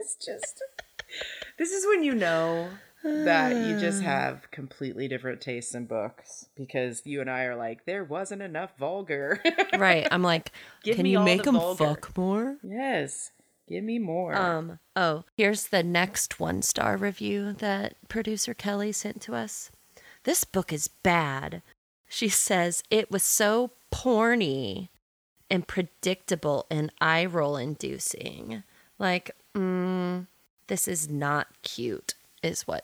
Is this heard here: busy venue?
no